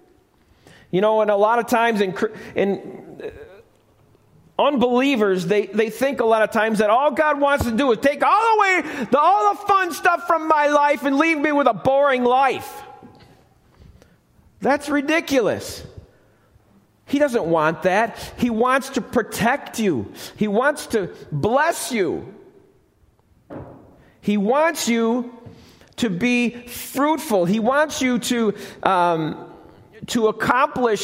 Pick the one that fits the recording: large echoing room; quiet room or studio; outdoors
large echoing room